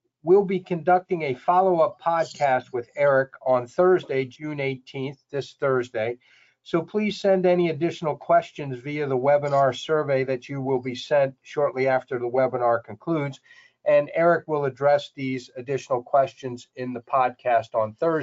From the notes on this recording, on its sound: This is an audio version of the FGI webinar.